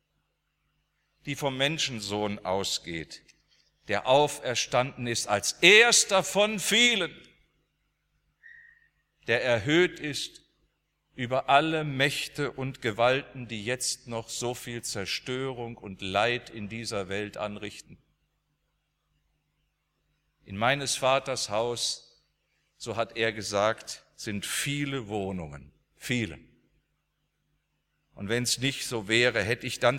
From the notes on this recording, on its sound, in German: aus dem Gottesdienst der Liebenzeller Mission